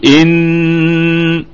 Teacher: طيب، إن الهمزة أصلية تثبت في البدء والوصل، الهمزة في إن أصلية تثبت في البدء والوصل، والنون مشددة بالفتح فهي في أعلى درجات الغنة وصلا ووقفا طبعا، وصلا ووقفا، يعني يقول إن، نقف عليها بالغنة يعني فيها وجه واحد بحل الوقف عليها بالغنة، نقف على هذه الكلمة بالغنة، والغنة تامة في أعلى درجات الغنة، ووصلا أيضا فيها الغنة، ما ننساش الكلام ده.